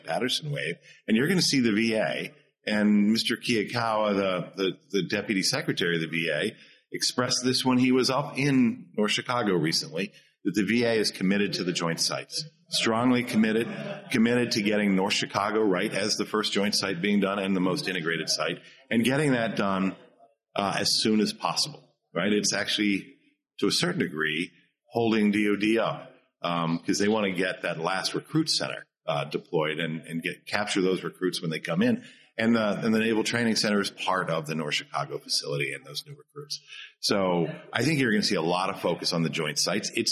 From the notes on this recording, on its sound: Live from HIMSS. At HIMSS in Chicago.